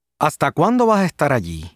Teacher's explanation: in some parts of the Hispanic world, in rapid speech, the s sound becomes aspirated at the end of a syllable or word